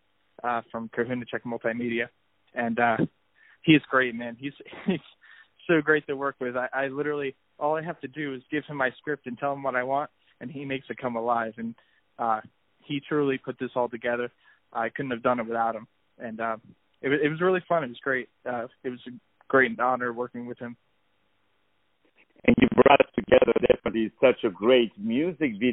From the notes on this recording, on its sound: On the phone